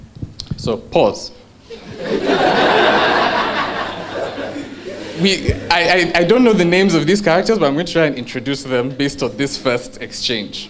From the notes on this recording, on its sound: A story from our Truth and Consequences live show on choices, and a story from our Journeys live show.